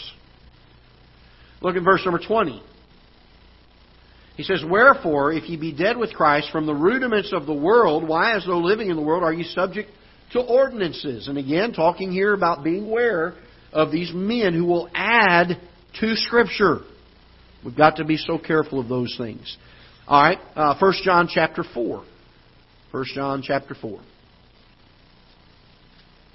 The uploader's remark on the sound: Ketha Heights Baptist Church ~ Live Broadcast